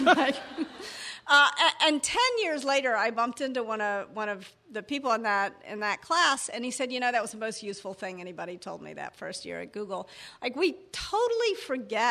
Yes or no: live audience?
yes